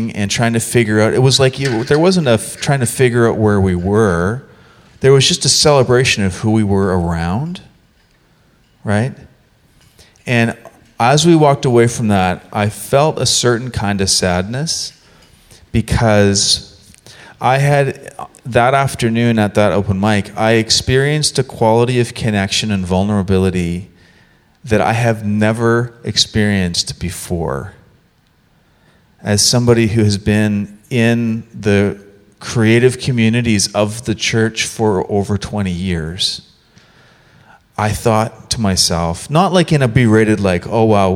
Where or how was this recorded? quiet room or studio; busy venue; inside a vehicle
busy venue